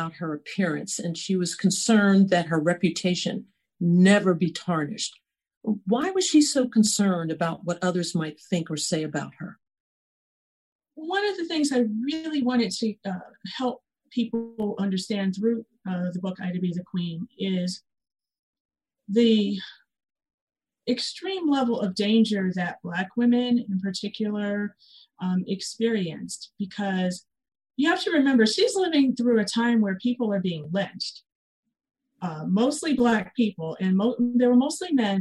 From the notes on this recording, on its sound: In response to the COVID-19 Pandemic, this program was recorded via online livestream by the Commonwealth Club of California in San Francisco, CA.